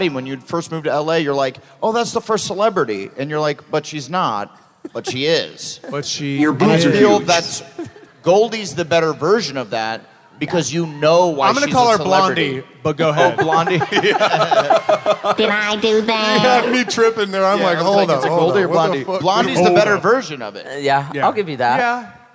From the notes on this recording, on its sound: Live From Atlanta!